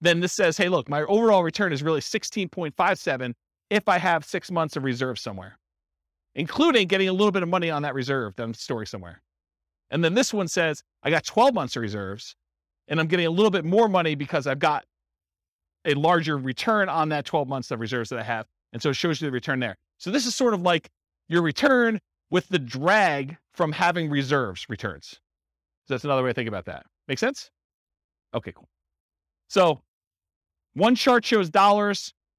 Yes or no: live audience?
yes